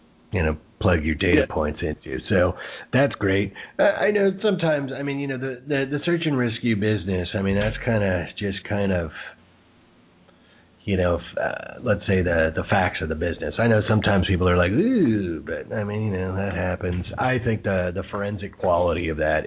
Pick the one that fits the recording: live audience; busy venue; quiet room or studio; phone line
phone line